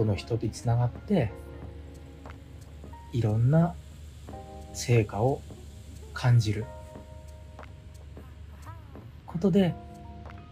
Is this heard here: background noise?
yes